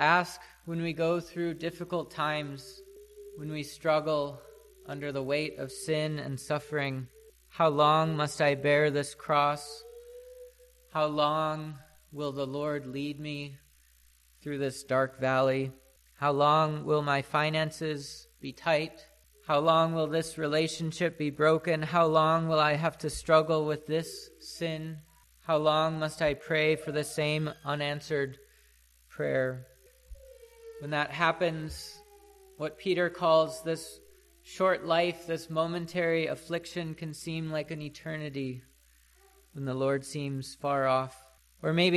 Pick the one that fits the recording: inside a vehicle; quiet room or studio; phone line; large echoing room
large echoing room